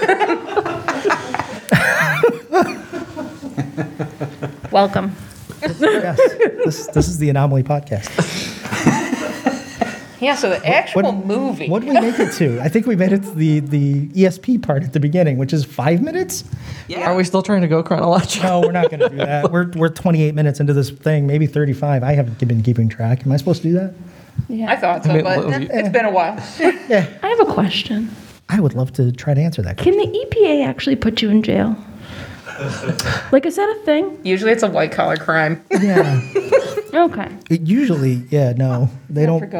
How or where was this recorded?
live audience